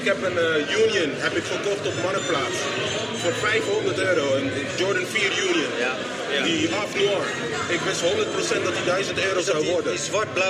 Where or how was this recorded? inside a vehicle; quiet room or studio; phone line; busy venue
busy venue